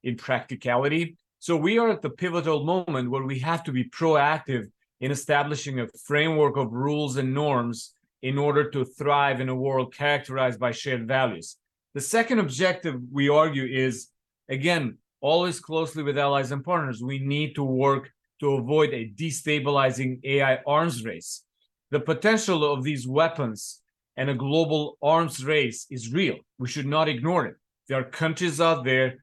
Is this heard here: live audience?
no